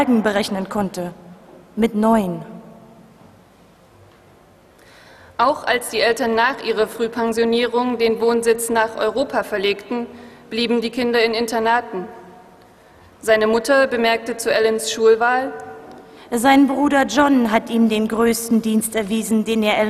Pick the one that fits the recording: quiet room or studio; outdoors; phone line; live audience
live audience